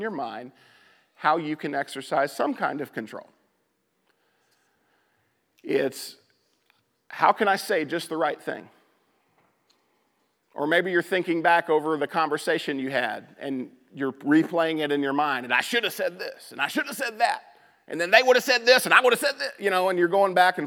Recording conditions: large echoing room